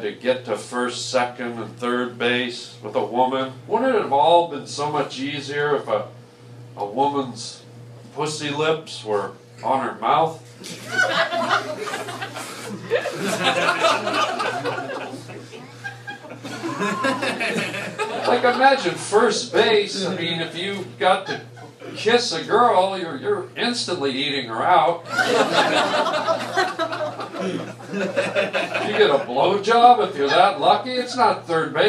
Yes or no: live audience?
yes